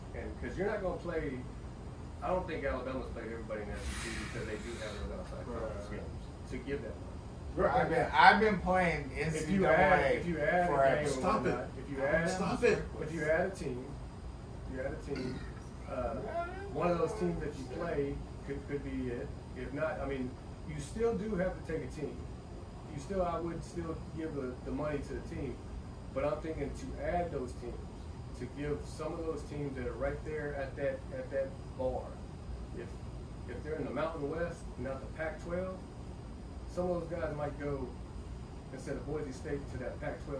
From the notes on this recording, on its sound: We have some nice new equipment, still learning...audio on this ep is not so good so we do apologize for that.